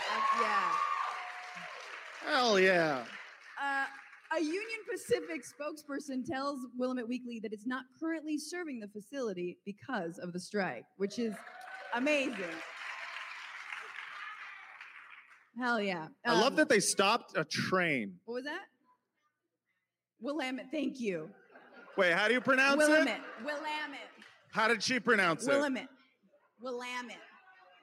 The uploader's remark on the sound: LIVE from Portland. Had the pleasure of sitting down in person with BLM activist and journalist.